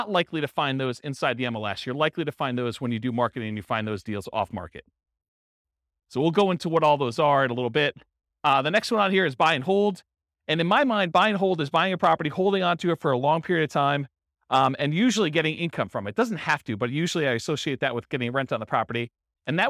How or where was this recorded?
live audience